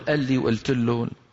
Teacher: فالقاف في بلاد الشام ومصر، بالشام الكبرى ومصر، تحول إلى همزة.